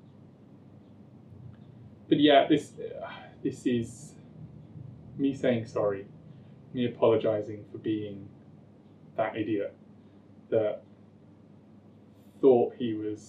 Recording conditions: poor sound quality